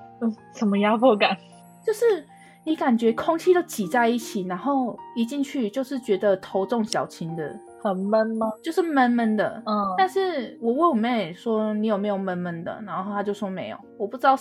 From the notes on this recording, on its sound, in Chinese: 這集在錄製時有許多吵雜背景音